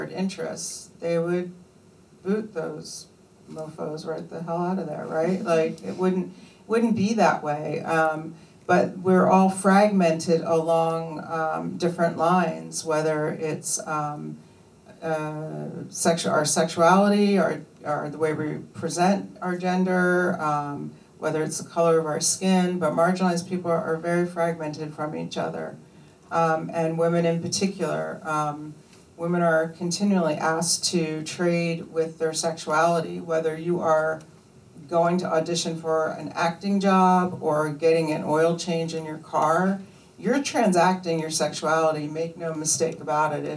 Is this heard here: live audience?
yes